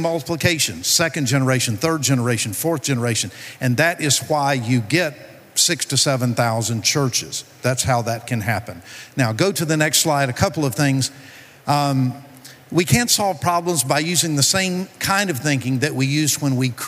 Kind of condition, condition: setting, busy venue